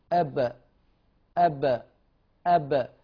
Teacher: هل يجري النفس عند النطق بحرف الباء؟ لا يجري. إذن انحباس النفس، انحباس النفس يعرف بصفة الجهر، يعرف بصفة الجهر، فهذه الصفة لا تنفك عن الباء في أي حال من أحوالها.